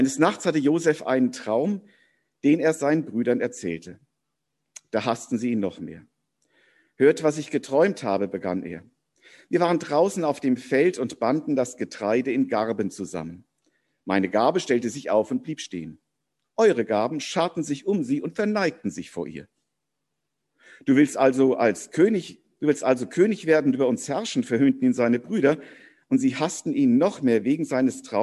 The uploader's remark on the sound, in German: Predigt im Rahmen eines von der Jugend gestalteten Gottesdienstes.